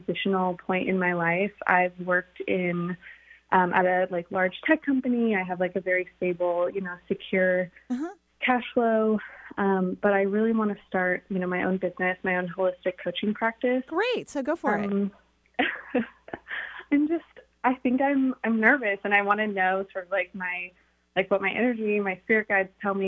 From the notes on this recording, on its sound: Enjoy this call in show.